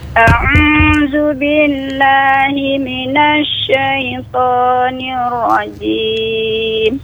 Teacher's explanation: huruf ain itu makhrajnya di tenggorokan